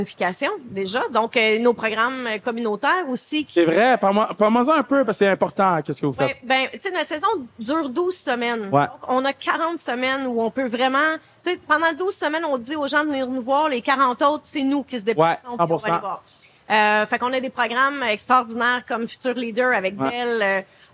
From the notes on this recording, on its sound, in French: Sans Restriction était live du Centre Vidéotron pour le Duel de la LECB!